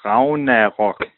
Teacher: No G, no hard G. It's more like a V.